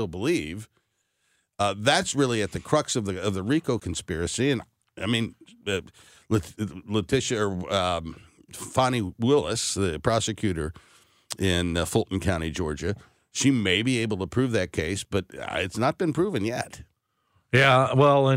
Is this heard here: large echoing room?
no